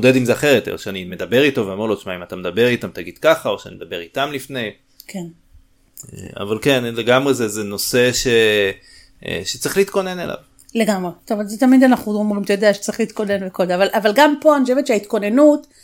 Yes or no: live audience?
no